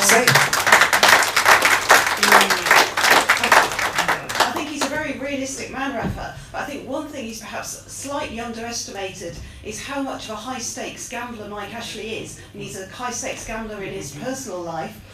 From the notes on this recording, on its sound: A full audio recording of the tf press forum which took place on the 1/2/18 at Tyneside Irish Centre. We are grateful to all 180 people who sold out the event.